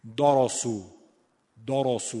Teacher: دال هم نباید مثل بقیه حروف مرقق درشت بشه، داراسو داراسو، به خاطر یه ره دال نباید درشت بشه.